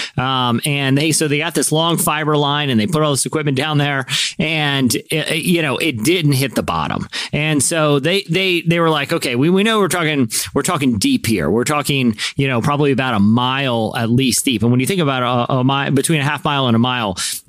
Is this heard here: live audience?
no